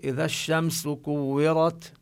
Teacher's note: إذا الشمس كورت، المطلوب أن نبين لحرف التاء الهمس الذي فيها. والميم بالشمس هنا حكمها الإظهار، يعني لا تغن غنة زائدة